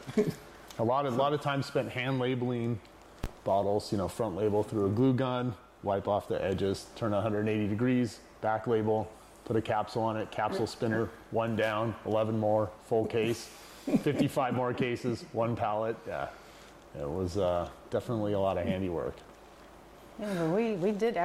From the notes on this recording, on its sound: This video contains a bit of static audio.